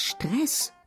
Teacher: Ein kurzer Vokal, eingequetscht zwischen fünf Konsonanten.